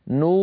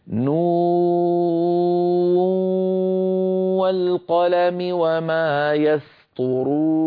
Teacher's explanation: ونون والقلم نقولها هكذا، نو بالأول ننطق واو صافية، نو ليس فيها شيء من الغنة أبدا، نو لما نأتي للإدغام نأتي بالغنة